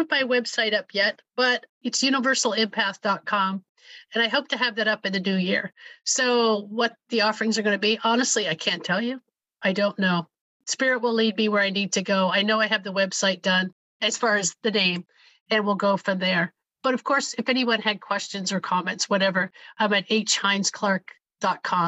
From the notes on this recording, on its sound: conversations I had on Zoom